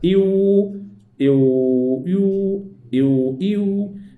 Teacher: هناك شيء من ارتفاع أقصى اللسان · Term: الواو